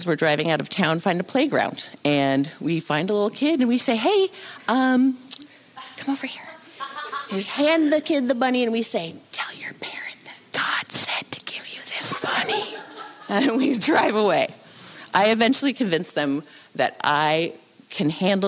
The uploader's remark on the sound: Recorded Live at New Prospect Theatre in Bellingham, Washington during the March, April and May 2023 Bellingham Story Hour Story Shares. Studio Recording and Editing. At Champion Street Sound Studios.